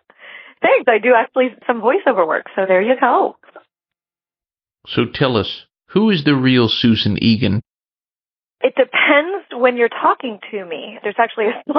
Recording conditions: phone line